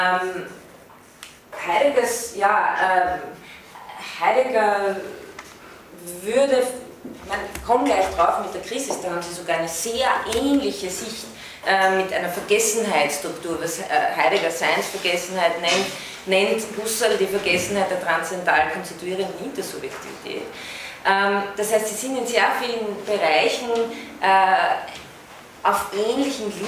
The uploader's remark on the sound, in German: von Studierenden aufgezeichnet